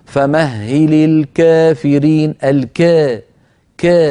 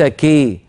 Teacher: الذي يفعله ورش ليس إمالة كبرى، هو أقرب إلى الألف، بيسموها إمالة صغرى، أو يسميها العلماء إمالة بين، أي بين الفتح والإمالة الكبرى · Shown in: first take · أو يسمونه التقليل لأنه إمالة قليلة، قللها بمعنى إيتي بإمالة قليلة، هكذا.